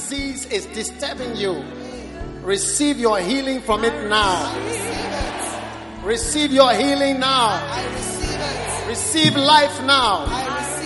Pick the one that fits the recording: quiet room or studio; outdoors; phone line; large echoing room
large echoing room